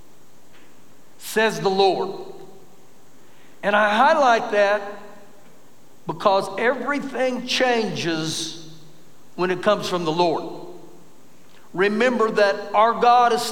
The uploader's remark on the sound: Recorded live during our Wednesday night service